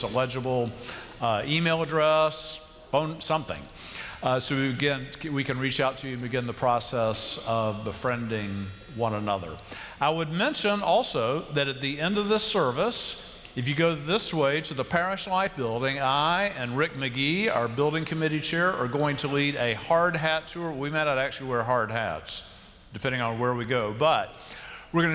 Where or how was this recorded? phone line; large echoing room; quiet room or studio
large echoing room